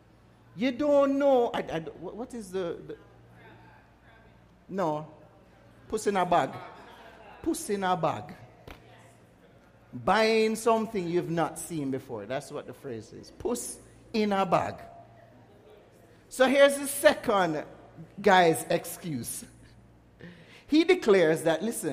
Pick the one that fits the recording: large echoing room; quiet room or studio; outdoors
large echoing room